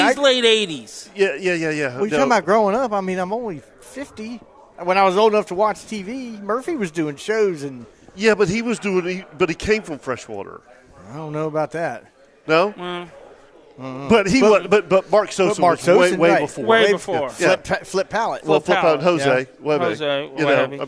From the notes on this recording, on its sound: Broadcasting live from the Florida International Antique Tackle Show at World Golf Village in St.